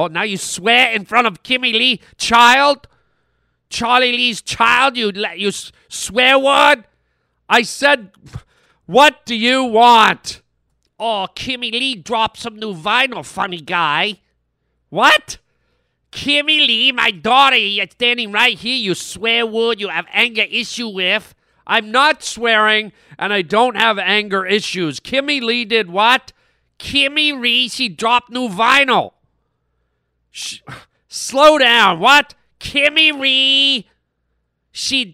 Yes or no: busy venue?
no